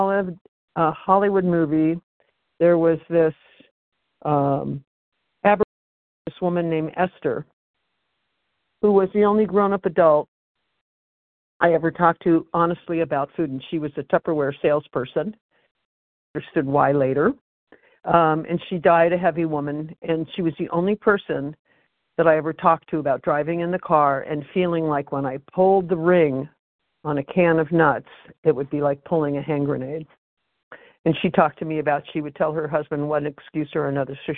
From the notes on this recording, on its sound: Phone Meeting, 12/28/23.